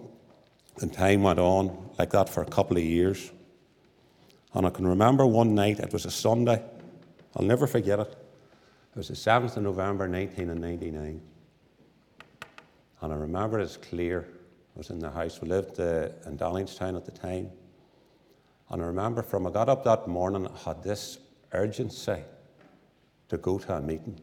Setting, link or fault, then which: setting, large echoing room